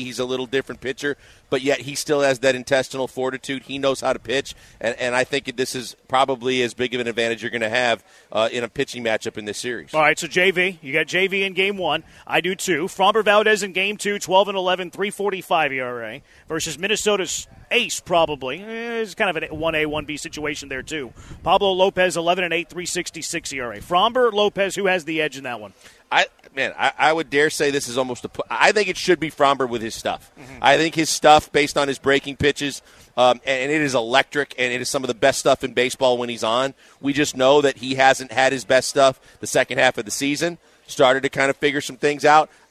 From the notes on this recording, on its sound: Live from East River 9